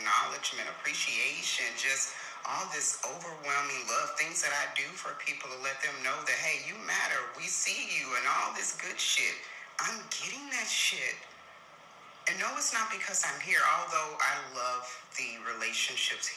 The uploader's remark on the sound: please forgive any background noise